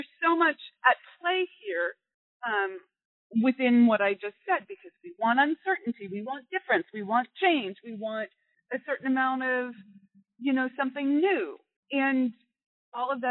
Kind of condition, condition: fault, poor sound quality